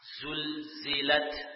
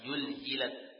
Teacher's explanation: Suara nyaring pada huruf zai, az, sin, as, itu namanya sofir. · Shown in: first take · Ya. Az, jadi huruf zai, diusahakan ada sofirnya.